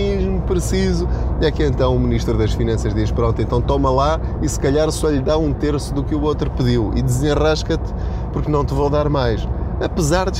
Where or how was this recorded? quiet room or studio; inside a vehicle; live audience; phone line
inside a vehicle